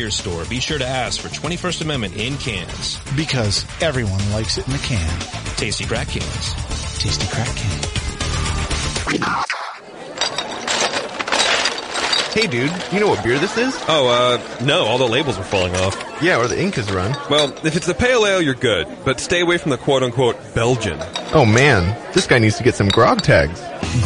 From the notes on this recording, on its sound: Heads to Grand Rapids, MI for the National Homebrewers Conference and broadcasts live from Club Night.